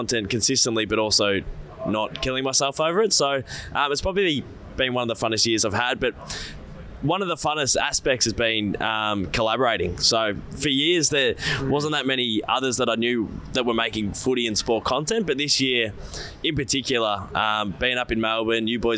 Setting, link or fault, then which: setting, busy venue